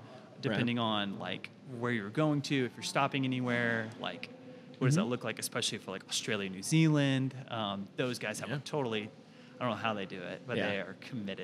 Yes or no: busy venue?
yes